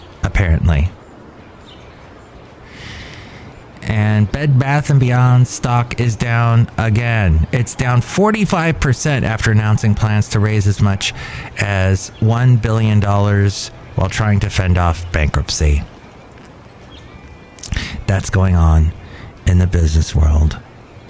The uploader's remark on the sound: podcasts live from Cafe Anyway